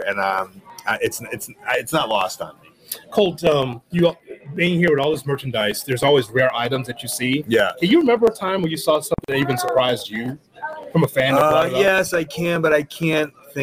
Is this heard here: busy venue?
yes